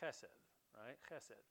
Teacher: I told you a week or two ago, this has got a little fricative in it. You got to get a little, not clearing your throat, but just a little friction in your throat to say this properly.